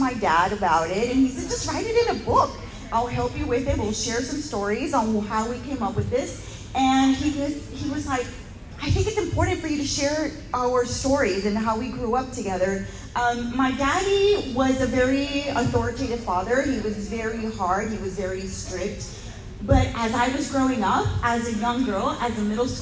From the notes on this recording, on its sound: LIVE from the Houston Hotties Social Hour Panel